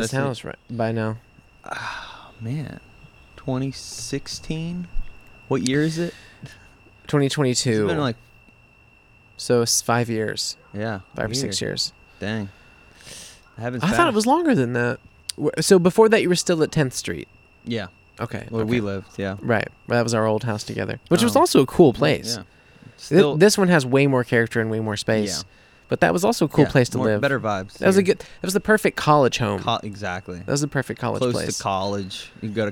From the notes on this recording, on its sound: Sit outside on a hot New Orleans night and share a drink or 8.